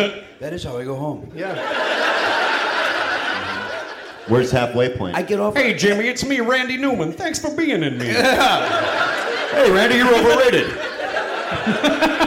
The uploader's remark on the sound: Recording live at L.A. Podfest in Santa Monica.